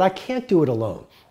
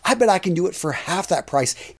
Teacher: he's eating can and going straight for the do · Shown in: second take